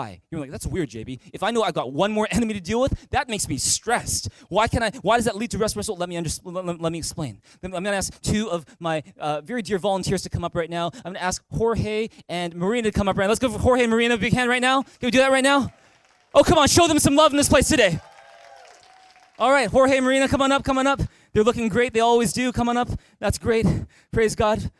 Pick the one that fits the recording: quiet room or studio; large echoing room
large echoing room